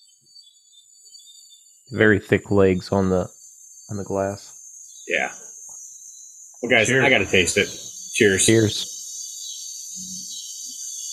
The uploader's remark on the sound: In a very special - and unlistenable - episode. Goes outside to broadcast from his deck. The Cicada episode.